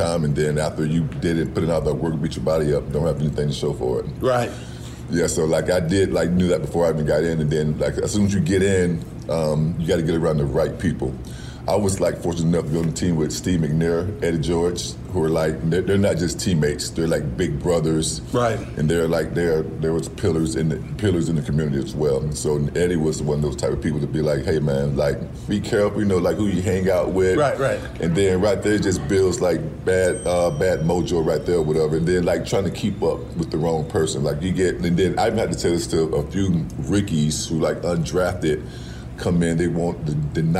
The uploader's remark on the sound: Live from the LT Charity Golf Tournament